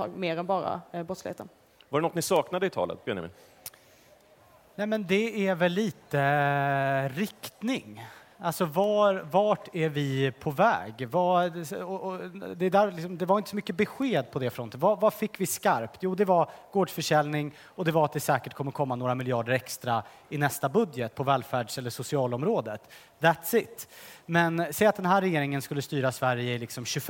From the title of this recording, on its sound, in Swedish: Livepodd från Almedalen